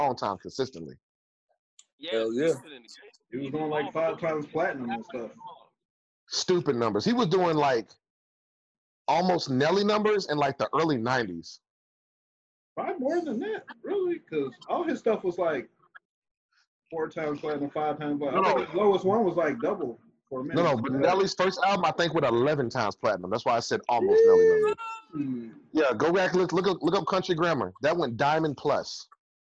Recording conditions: video call